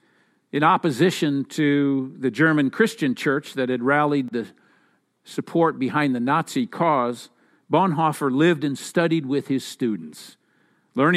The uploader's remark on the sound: Message delivered during the Contemporary Worship Service. San Marino Community Church.